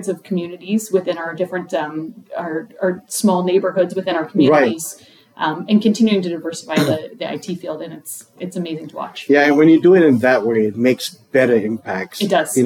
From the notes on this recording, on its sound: live at the PowerShell + DevOps Global Summit in Bellevue, WA